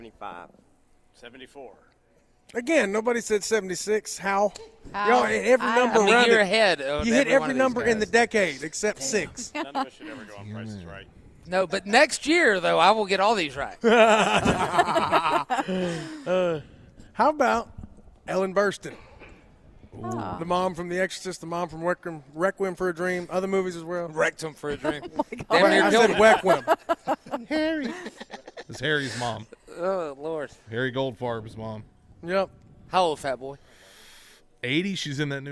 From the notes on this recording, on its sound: WE ARE LIVE AT BON SECOURS WELLNESS ARENA FOR THE LEO SANTA TOY DRIVE